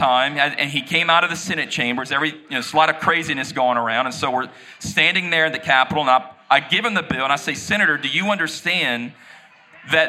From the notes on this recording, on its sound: LIVE EVENT. This week’s episode was recorded live at the Election Night event we held last week.